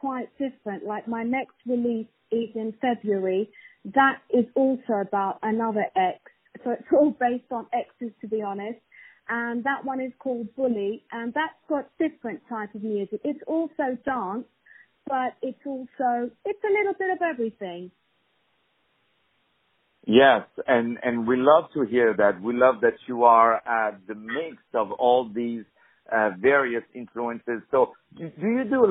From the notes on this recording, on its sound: On the phone